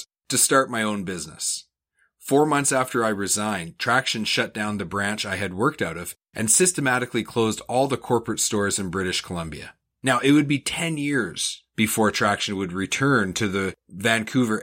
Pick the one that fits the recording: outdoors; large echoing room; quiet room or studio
quiet room or studio